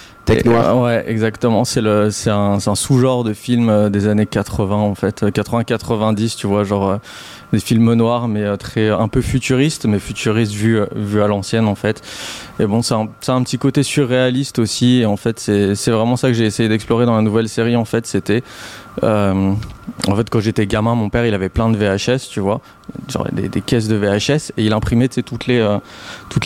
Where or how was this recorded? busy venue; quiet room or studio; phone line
busy venue